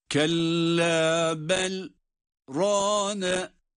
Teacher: bel dedikten sonra nefes almadan kısa bir zaman dilimi durduktan sonra rane diye bir sonraki kelimeyle okumaya devam ediyoruz · Term: sekte